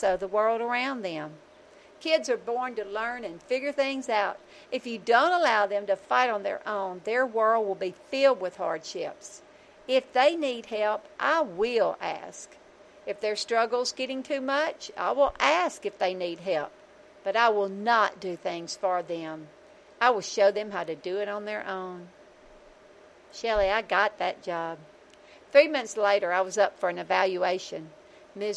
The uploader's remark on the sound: I went LIVE on Youtube from the back porch to capture the video and the audio for the podcast.